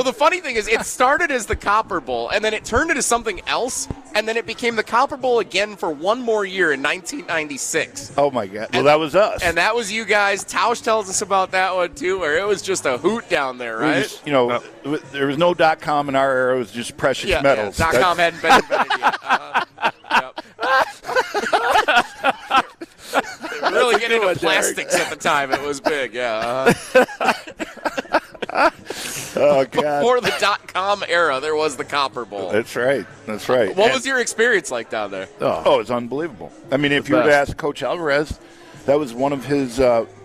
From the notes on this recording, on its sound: live from the Great Dane